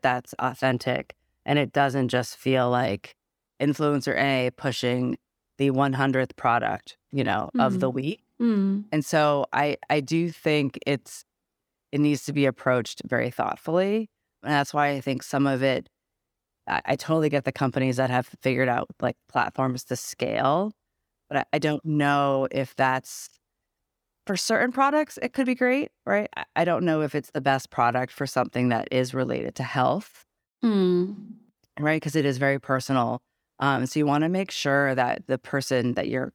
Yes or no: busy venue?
no